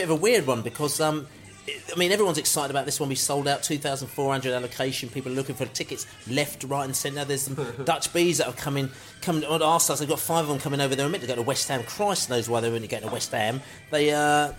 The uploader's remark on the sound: Fans views from the pub after the Charlton match.